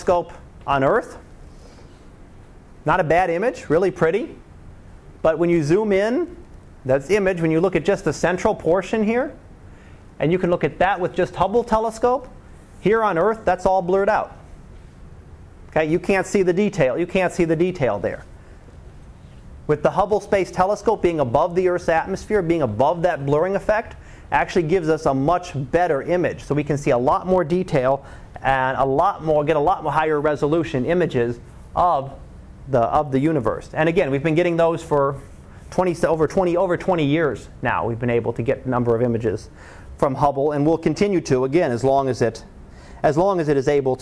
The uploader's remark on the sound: Live Class Lecture